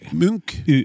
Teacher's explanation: De mente at navnet skulle uttales med spiss U, ikke som O, som de fleste gjør.